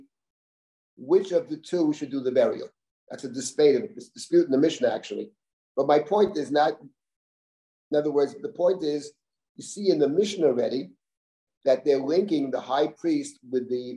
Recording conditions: video call